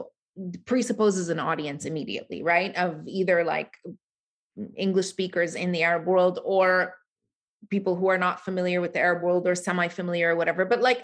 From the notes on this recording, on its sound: There is a moderated town-hall-style Q&A with questions coming from the live virtual audience on Zoom.